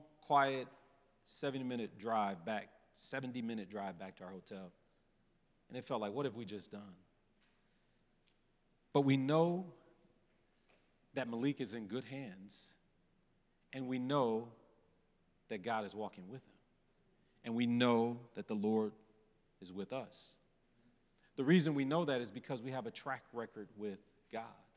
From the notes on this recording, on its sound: presented by Asbury Seminary Kentucky Chapel, recorded on Tuesday, November 7, 2023 at Asbury Theological Seminary's Kentucky campus